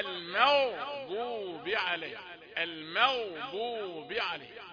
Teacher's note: لأن الميم رقيقة والغين مفخمة، لا يخرجون من مخرج واحد. الماء ميم رقيقة، المغضوب عليهم، المغضوب عليهم بلا تلكؤ ولا يعني بذل مجهود زائد عن اللازم ولا تصنع ولا أي شيء، باللطف في النطق بلا تعسف.